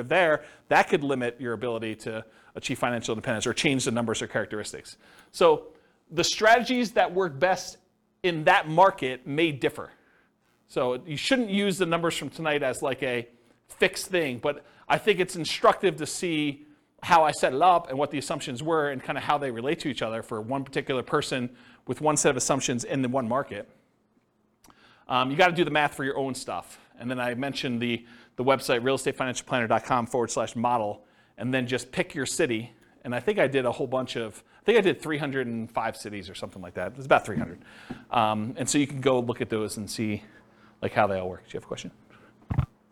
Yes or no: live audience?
yes